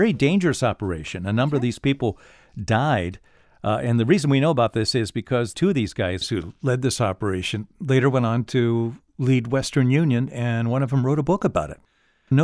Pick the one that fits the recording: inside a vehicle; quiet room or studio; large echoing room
quiet room or studio